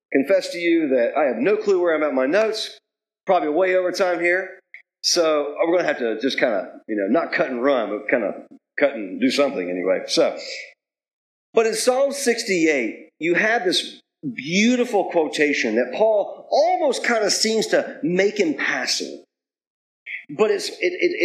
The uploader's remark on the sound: Please excuse the poor audio quality.